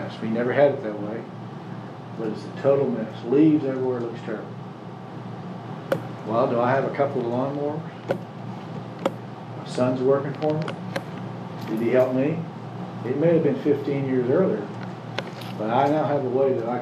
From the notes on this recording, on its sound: Services have resumed with Social Distancing in place, so we have returned to live recordings. Sunday Sermon.